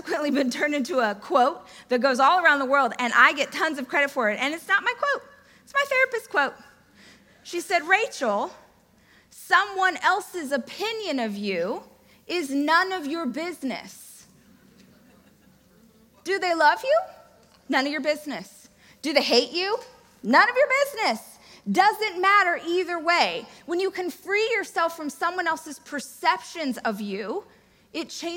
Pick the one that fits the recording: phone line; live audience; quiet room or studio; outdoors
live audience